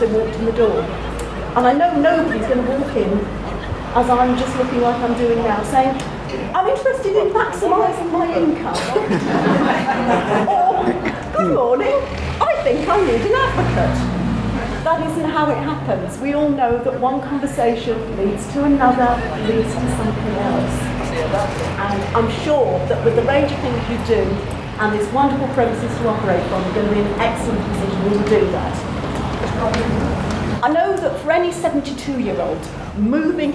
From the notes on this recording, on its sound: Coming to you from Claremont St in the Middle of Shrewsbury. The brand new home offices for Age UK Shropshire, Telford and Wrekin. While the champagne and canapes are passed around in celebration of the new beautiful offices.